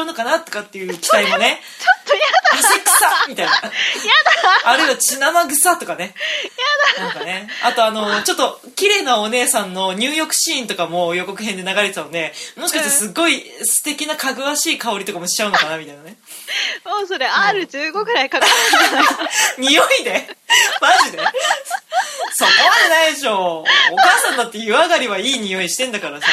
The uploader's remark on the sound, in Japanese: 今回も音質改善には至らず、申し訳ないです…。